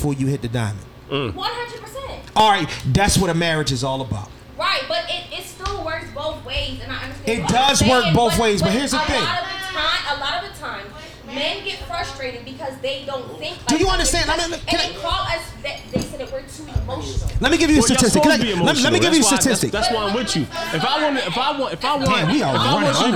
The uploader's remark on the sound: Live From Krush Lounge in Philadelphia Pa 3/28/23!